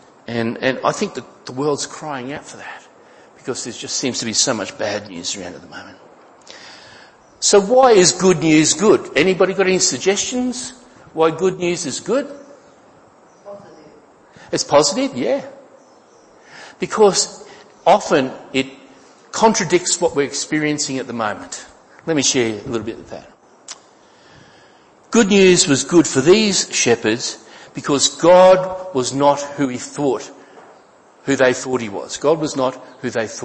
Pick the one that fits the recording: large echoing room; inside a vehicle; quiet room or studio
large echoing room